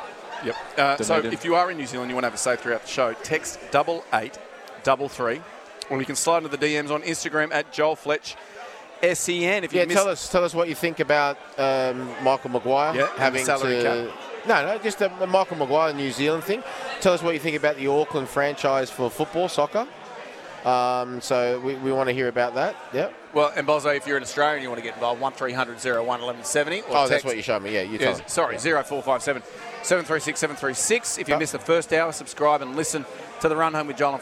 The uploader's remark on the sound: our final afternoon from the Sporting Globe at Kings Street Wharf in Sydney